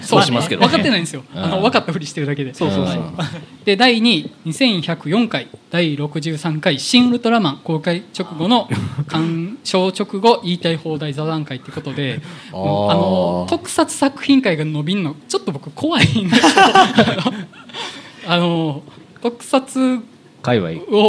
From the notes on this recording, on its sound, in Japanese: 公開収録in NakedLoft YOKOHAMA。ネイキッドロフト横浜で行われた公開収録にて。